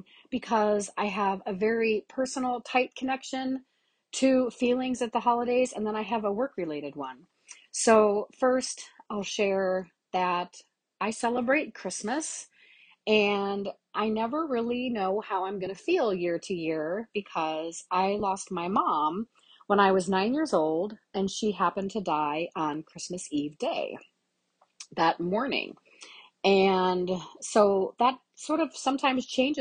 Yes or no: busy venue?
no